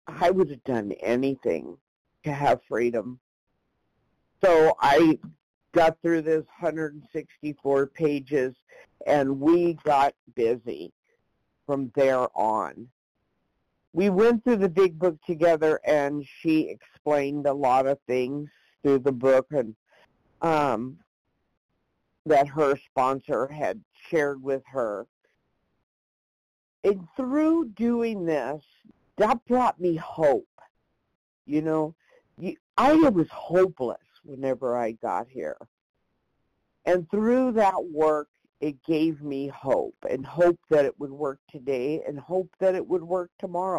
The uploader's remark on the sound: 100 Pounders Phone Meeting